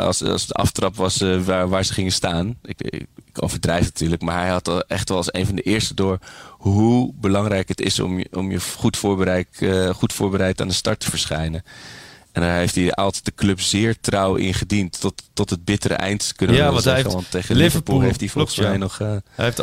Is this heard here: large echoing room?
no